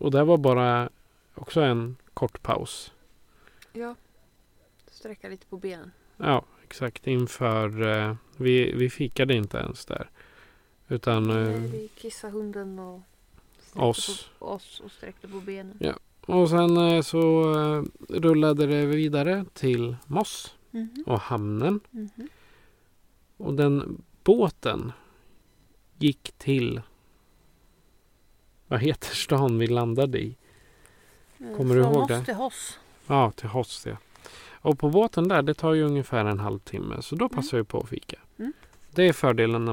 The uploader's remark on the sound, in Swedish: On The Road i en Husbil - NORWAY Edition. Det har kommit frågor om varför vi har musik om det inte är redigerat - I appen Podbean som vi använder för att spela in avsnitten on the road finns en light-version av en soundboard där fåtal slingor ligger inne. Därför hör ni lite musik i början och slutet av avsnittet.